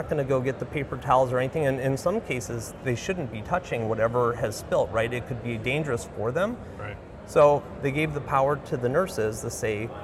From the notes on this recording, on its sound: an Interview in Action live from CHIME